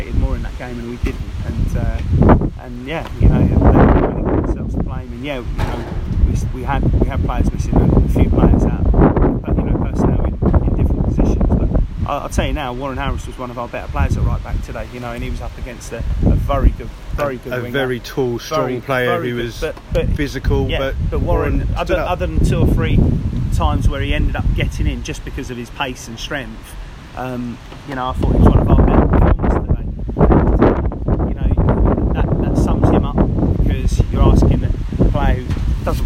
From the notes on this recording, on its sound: Apologies for the sound quality, which was due to high winds at The Aspect Arena.